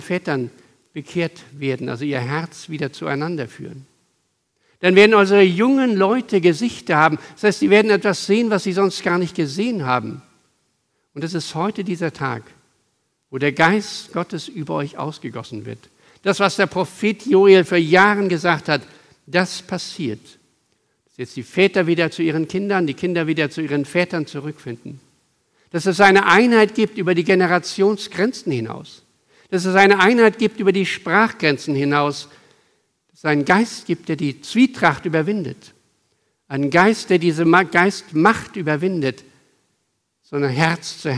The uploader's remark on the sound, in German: Aufgezeichnet im Gottesdienst mit Abendmahl der Ev. Melanchthongemeinde Griesheim am 28.05.2023.